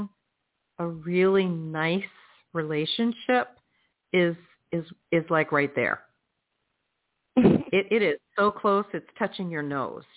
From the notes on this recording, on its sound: in response to callers' questions